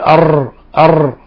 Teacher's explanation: ترعيد يعني ترعيد هو ذبذبة اللسان واهتزاز اللسان، كان يقول أر فيصبح اللسان كالشوكة الرنانة، هذا هو الترعيد، وهذا التكرار الشديد، فيتولد من الراء راءات.